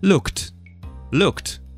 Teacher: we're going to say t instead of D